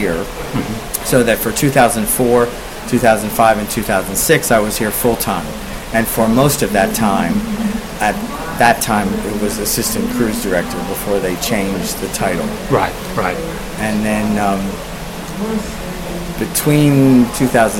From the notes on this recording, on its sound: Recorded on-board Cunard Queen Mary 2